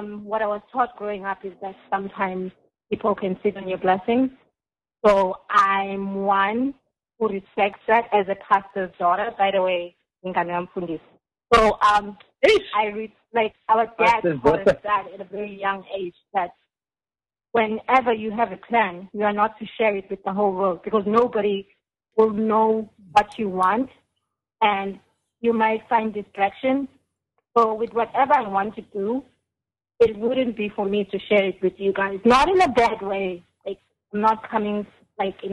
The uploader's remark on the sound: The very first Show the Crew did together via phone!